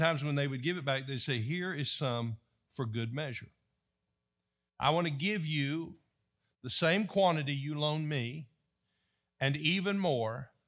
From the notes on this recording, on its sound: was delivered on October 1, 2023 during the morning service.